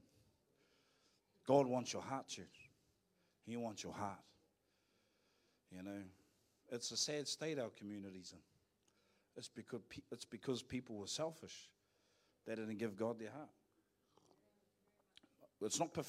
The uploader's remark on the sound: Live From IwiTapu Destiny Church.